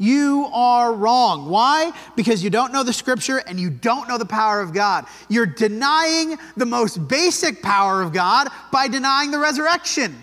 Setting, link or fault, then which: setting, large echoing room